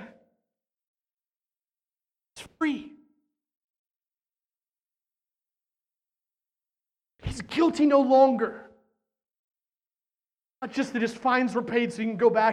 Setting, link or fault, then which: setting, large echoing room